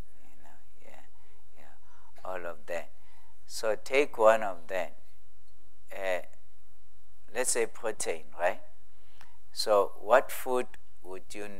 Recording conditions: large echoing room